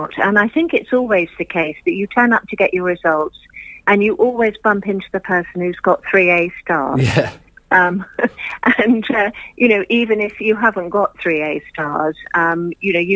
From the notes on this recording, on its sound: joined on the phone